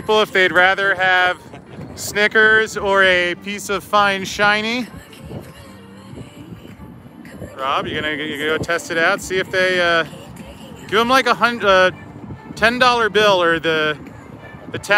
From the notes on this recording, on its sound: Live from the Vegas strip.